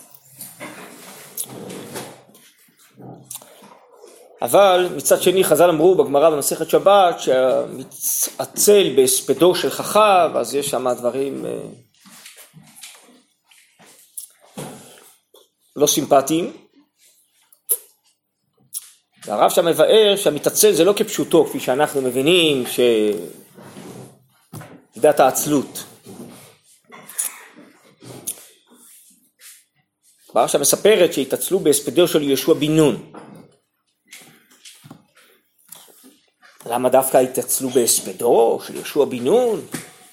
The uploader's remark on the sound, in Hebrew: הוקלט בישיבת שדרות